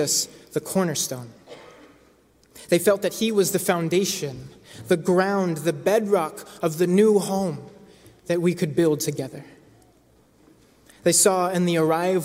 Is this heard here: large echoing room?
yes